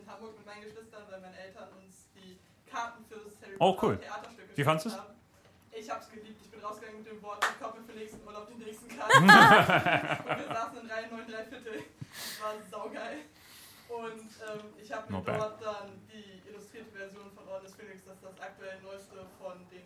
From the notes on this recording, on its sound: LIVE IN MÜNSTER. Das Happy Potter Live Publikum hat abgestimmt.